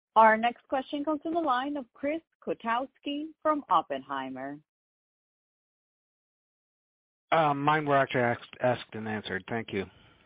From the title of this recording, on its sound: Earnings Conference Call